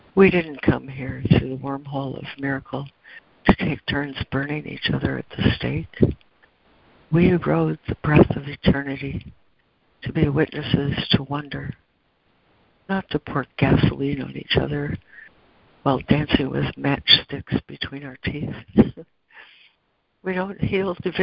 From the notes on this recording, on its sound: ACIM Daily Conference Call